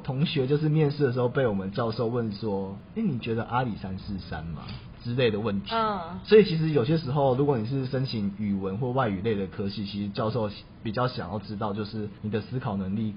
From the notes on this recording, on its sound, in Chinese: 因為錄音地點附近是校園所以會有鐘聲XDD還請大家多多見諒。因為是頻道草創時期，所以有雜音或是音質上的問題還請大家見諒。